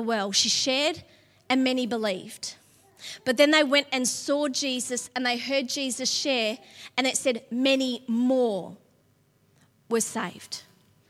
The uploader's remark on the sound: LIVE at Echo Church